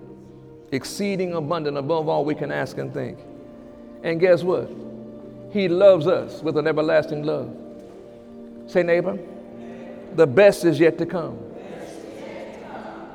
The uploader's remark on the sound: During Sunday morning service on July 16, 2017